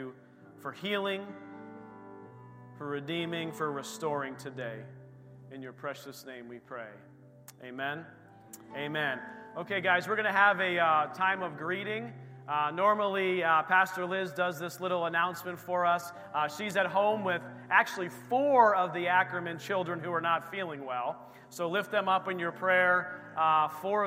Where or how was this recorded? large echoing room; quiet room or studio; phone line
large echoing room